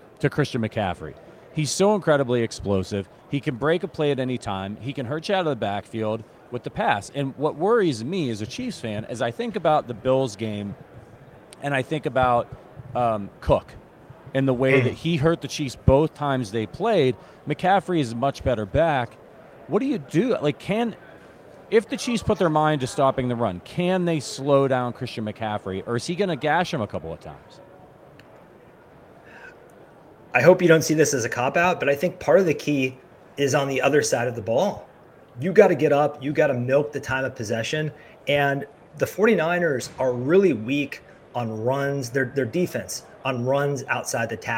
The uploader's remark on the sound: Live from Super Bowl LVIII